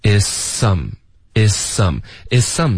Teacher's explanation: 所以我们就直接省这个 z 的音，连发到 s